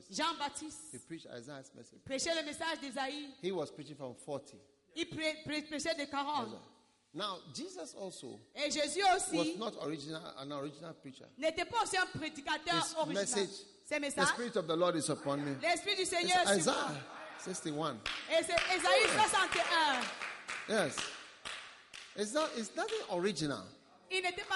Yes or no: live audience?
yes